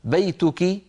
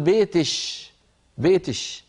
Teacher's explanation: كاف المخاطبة المؤنثة يقلبونها شينا · Shown in: second take · Term: الكشكشة